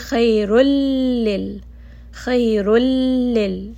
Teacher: This is lam and ra, which are the letters of idgham without ghunna, meaning that you are going to merge them together, but you are not going to bring any noon sound into this. You are not going to bring it up into the nose.